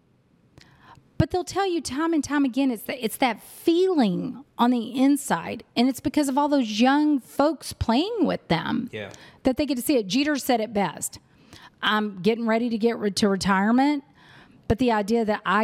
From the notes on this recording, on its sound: Live from 8% Nation in Dallas! I was so honored to be able to sit down and speak with two trailblazers in our industry.